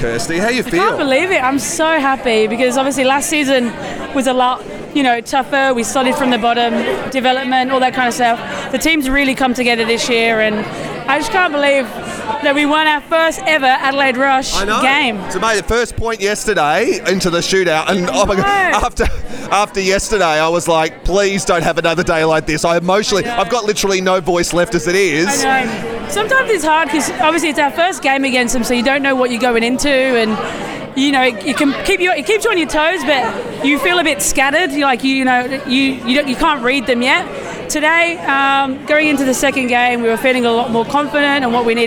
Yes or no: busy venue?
yes